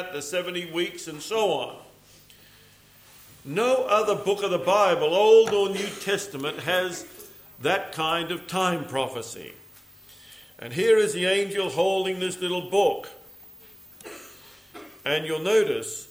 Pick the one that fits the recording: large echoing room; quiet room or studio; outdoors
large echoing room